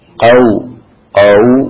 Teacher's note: Jadi suaranya tidak ke E, juga tidak ke O, ya, tapi ke U tetap. · Term: lin